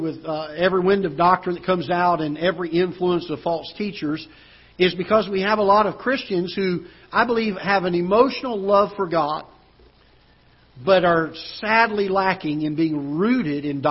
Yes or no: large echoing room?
yes